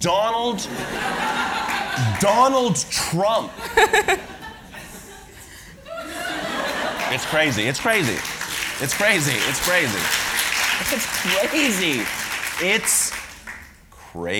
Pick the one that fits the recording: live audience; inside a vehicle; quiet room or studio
live audience